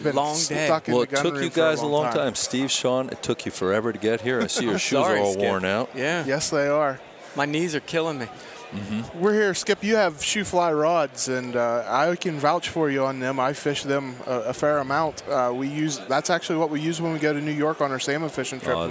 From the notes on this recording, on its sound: Live from the Great American Outdoor Show 2017 in Harrisburg, Pa.